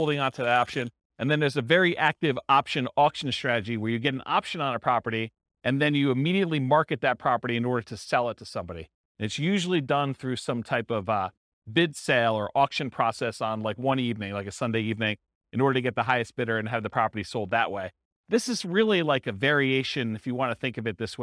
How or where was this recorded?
live audience